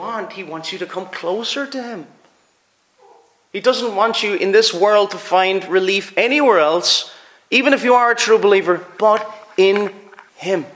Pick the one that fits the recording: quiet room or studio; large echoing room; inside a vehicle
large echoing room